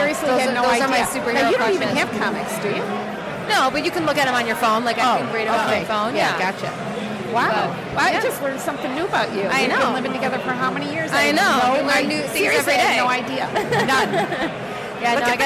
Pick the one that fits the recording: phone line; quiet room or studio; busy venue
busy venue